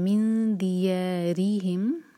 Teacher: ری پر زور اور را باریک